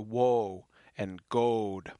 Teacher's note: The O is much like the modern version. It just should be a nice, round, pure O, like note.